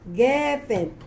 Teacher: The accent is on the first syllable. · Term: penultimate